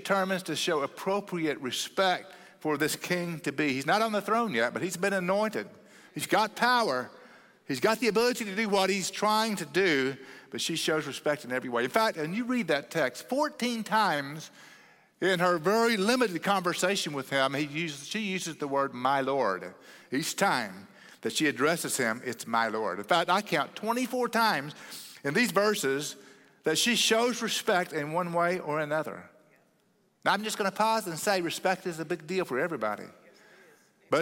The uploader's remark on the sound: at Cross City Church in Euless, TX on May 14, 2023